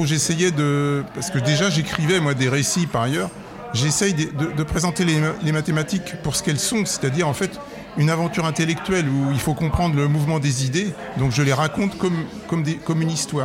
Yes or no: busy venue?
yes